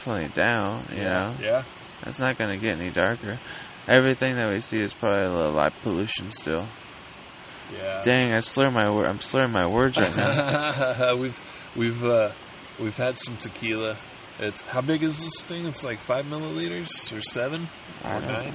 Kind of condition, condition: setting, outdoors